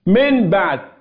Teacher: النون قلبت إلى ميم في حضرة الباء · Term: الإقلاب